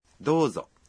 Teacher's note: Unaposema dozo, irabu o kwenye kitamkwa do irefushe zaidi kidogo.